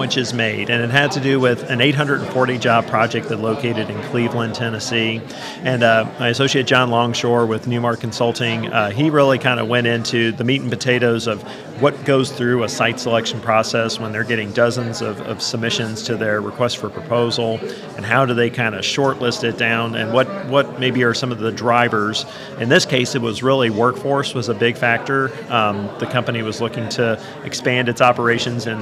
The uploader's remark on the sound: LIVE from the SEDC Annual Conference in Williamsburg. Is live at the Council's Annual Conference in Williamsburg, Virginia.